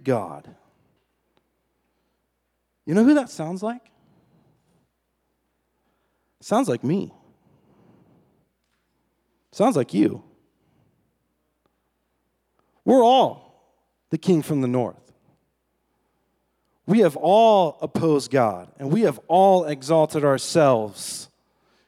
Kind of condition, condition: setting, large echoing room